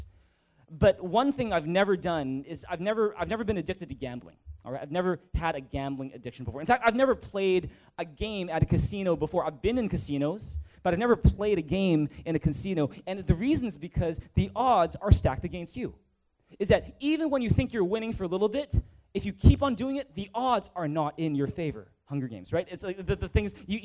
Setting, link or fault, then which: setting, large echoing room